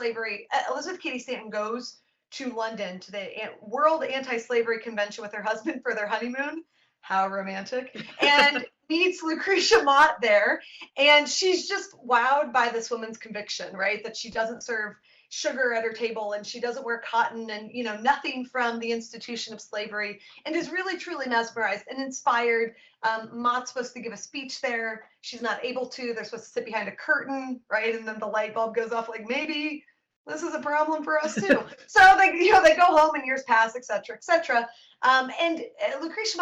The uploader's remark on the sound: April's Documents in Detail webinar